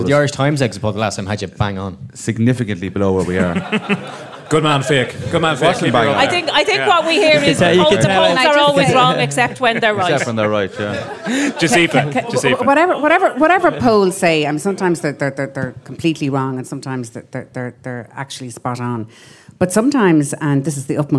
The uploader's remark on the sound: A special live episode of the podcast. Everyone who attended the live recording on Thursday, February 22nd here in The Irish Times.